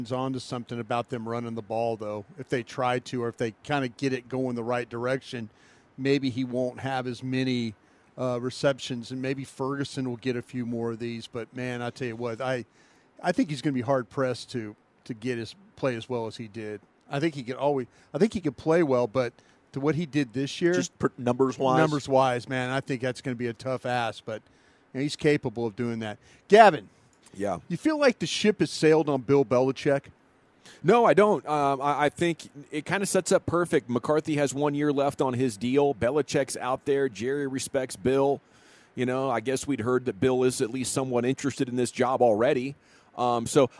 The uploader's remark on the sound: Top Sports Stories Live from Rangers Fan Fest at Globe Life Park.